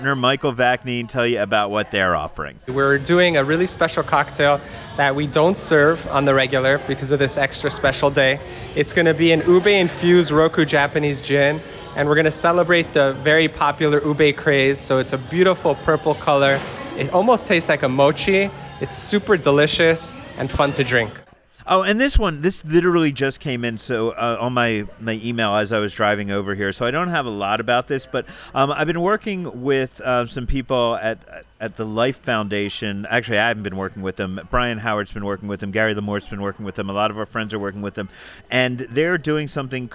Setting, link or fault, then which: setting, busy venue